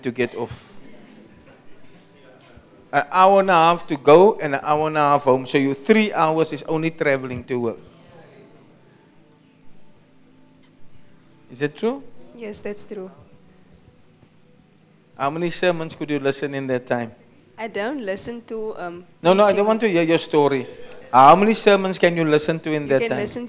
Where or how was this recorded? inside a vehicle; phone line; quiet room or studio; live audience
live audience